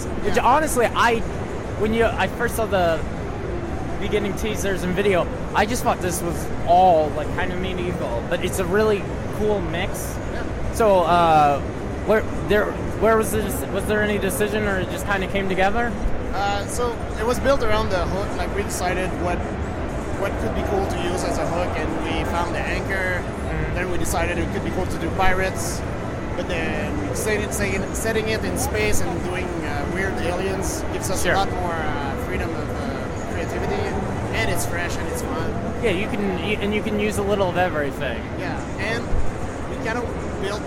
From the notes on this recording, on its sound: This is the third of the audio interviews I did while at PAX East 2016.